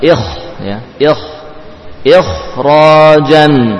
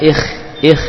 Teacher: Jadi dibaca dengan tebal. Ketika sukun walaupun sebelumnya kasrah, untuk kha juga tetap tebal. · Shown in: first take